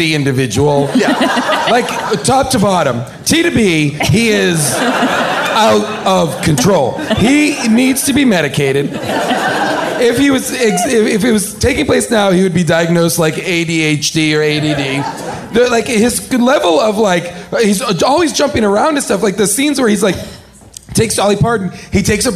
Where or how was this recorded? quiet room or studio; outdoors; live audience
live audience